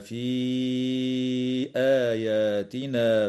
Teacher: تمد الياء في قوله تعالى في آياتنا بمقدار 4 أو 5 حركات من قبيل المد المنفصل